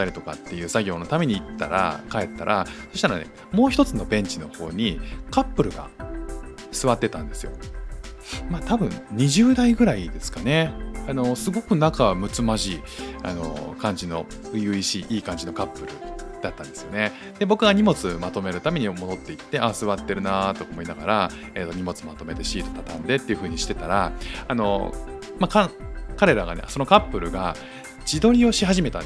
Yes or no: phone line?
no